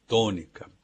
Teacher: A sílaba tônica da palavra tônica é tô